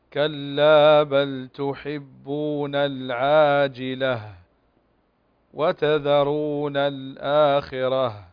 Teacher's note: للتاء المربوطة، قلنا نقف على هاء · Term: التاء المربوطة